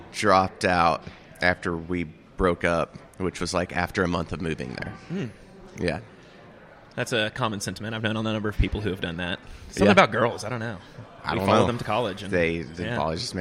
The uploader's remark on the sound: Wishful Drinking is always recorded live in Downtown Tyler, Tx at The Foundry Coffee House over a delicious cup of coffee.